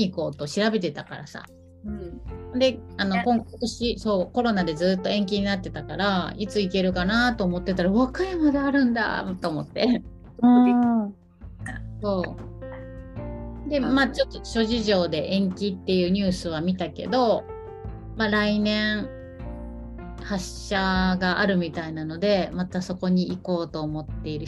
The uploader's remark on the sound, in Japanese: リモート収録でお届けします